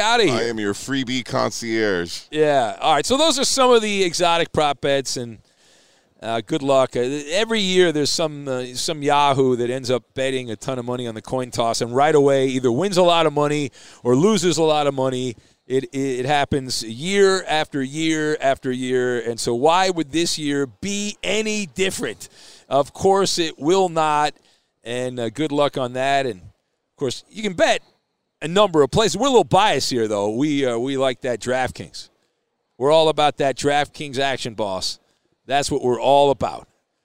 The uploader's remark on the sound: live from Super Bowl 57!